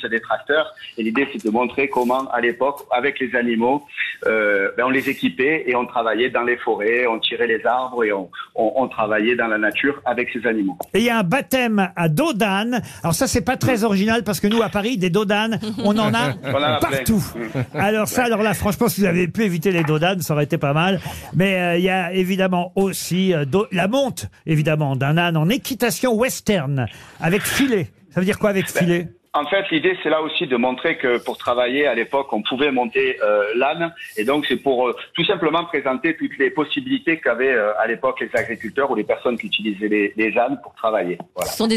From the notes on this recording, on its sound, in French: Était au téléphone dans l'émission ce 30 novembre.